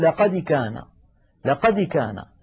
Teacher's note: الدال تميل إلى الكسر ميلا واضحا